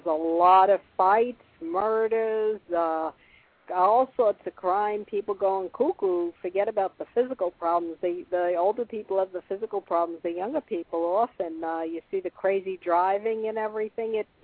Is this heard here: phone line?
yes